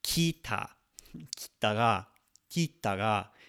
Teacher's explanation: So we're just kind of, again, swallowing that I sound. And it usually happens when I's and K's come together and they're be pronounced high.